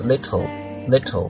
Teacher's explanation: 你这个舌尖还是放在上齿龈的部分，但是你爆破音的时候呢你的舌尖不会放下来，就是说你本来发 t 的时候你的舌尖会松开，但是你在发这个时候你舌尖就不松开，直接连着发后面的呃这样一个音，所以你会听到有一点像咬牙切齿那个感觉 little 这样的感觉。然后这个地方大家可以尝试一下，然后也可以自行查阅一下资料。好，这就是我们唠唠叨叨的讲完了刚刚的第一段，那我们现在继续来听故事吧。 · Term: 齿龈爆破